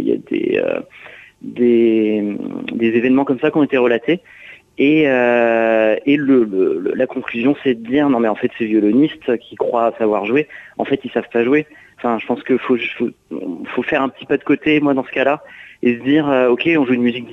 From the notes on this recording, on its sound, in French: invité par téléphone